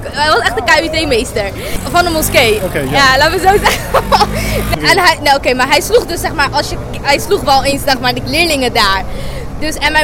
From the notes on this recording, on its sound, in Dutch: Opgenomen in het kader van een 'De Ander' workshop op 26 mei 2017 bij Showroom Mama, Rotterdam.